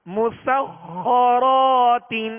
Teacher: میم سین کو باریک پڑھنا ہے، سین میں سیٹی کی آواز پیدا ہوگی، اور خا حروف مستعلیہ میں سے، لہذا پر یعنی موٹا کریں گے